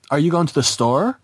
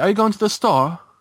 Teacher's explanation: for polar questions in American English, you typically rise at the end · Shown in: first take